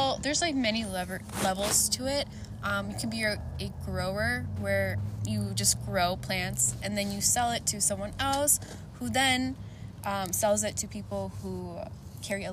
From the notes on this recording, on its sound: excuse the background noises, we were recording outside!!